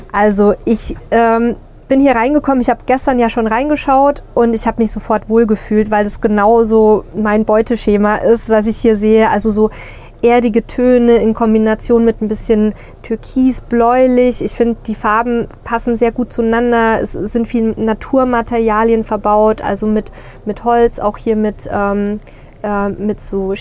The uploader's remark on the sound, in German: In unserer heutigen "Live"-Folge vom Caravan Salon 2023